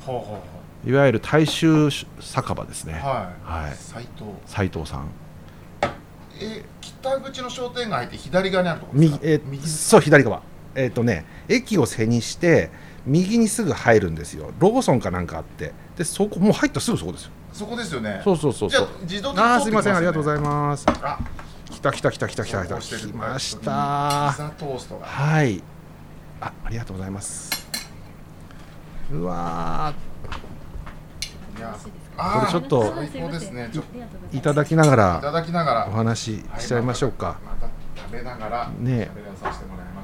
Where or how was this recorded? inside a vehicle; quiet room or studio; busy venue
busy venue